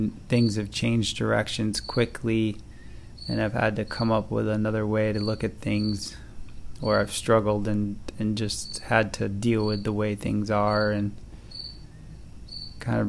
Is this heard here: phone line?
no